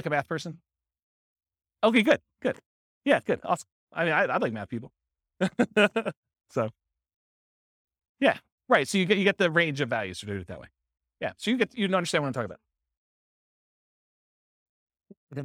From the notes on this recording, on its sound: This was a live class recorded